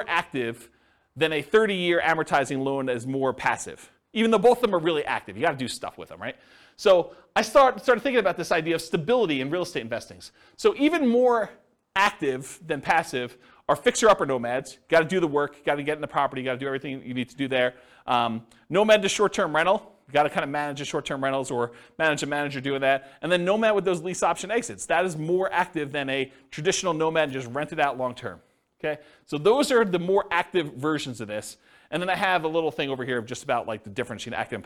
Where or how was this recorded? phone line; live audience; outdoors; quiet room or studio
live audience